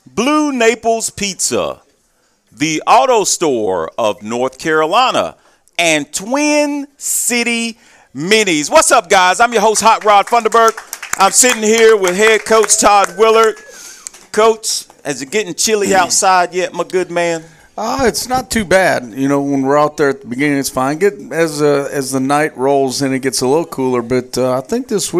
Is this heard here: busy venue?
yes